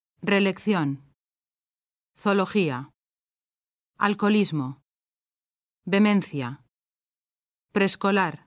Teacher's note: palabras que contienen vocales dobles que se pronuncian como una sola